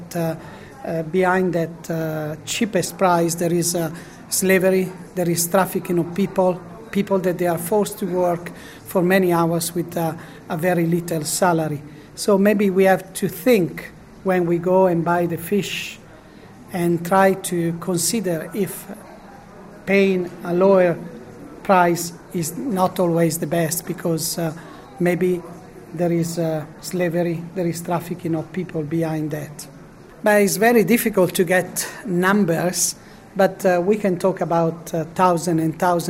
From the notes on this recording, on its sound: Spoke to delegates at the 2018 Santa Marta Group conference in Rome. Pontifical Academy of Social Sciences, Casina Pia, Vatican.